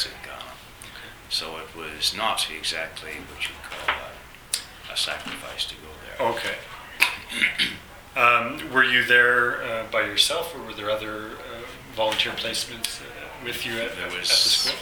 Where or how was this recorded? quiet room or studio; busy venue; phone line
busy venue